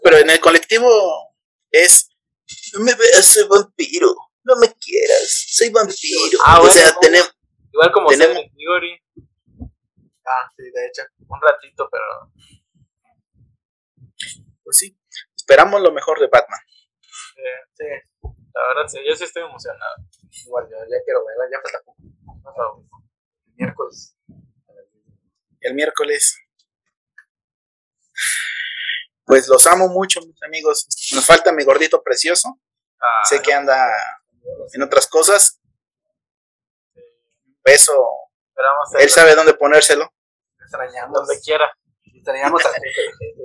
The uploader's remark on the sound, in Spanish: Con problemas de audio pero seguimos